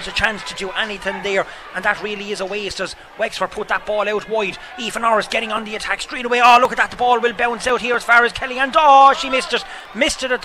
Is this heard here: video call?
no